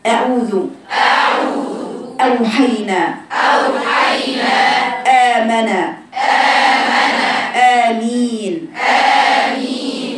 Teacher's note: يبقى الهمزه كده من مخرج الاقصى الحلق